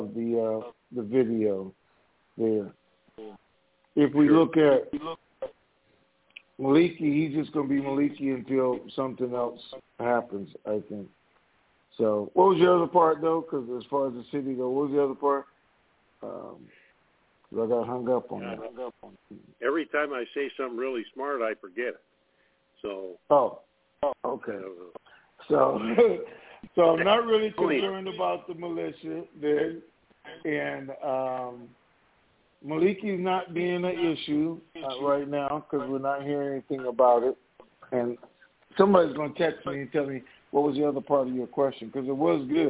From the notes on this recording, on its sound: TNTSuperfantastic Conference Call